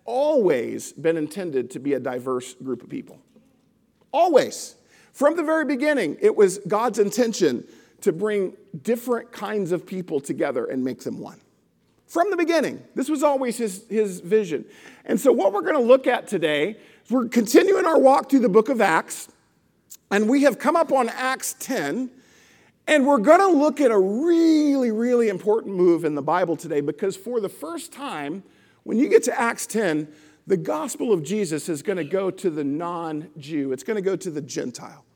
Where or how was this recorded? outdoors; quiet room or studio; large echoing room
large echoing room